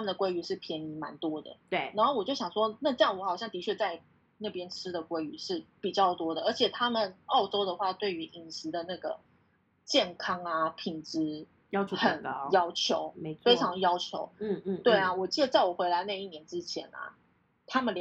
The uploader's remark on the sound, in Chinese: 錄製時間為2021.06.08線上錄製，有錄製品質或時間差問題，請大家多多見諒！